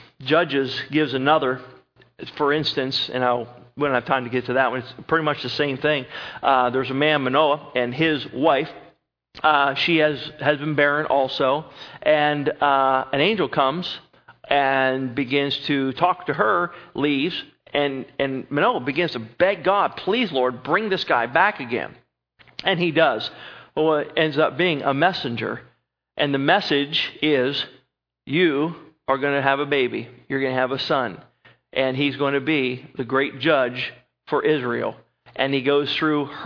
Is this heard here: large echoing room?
yes